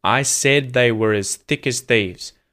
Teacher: the words were and as are linked together with an R sound. So usually if I say the word were, I don't pronounce the R.